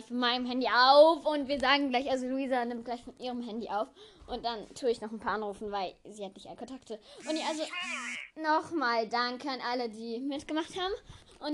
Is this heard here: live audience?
no